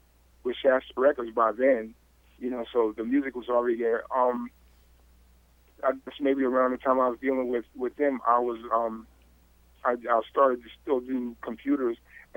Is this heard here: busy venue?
no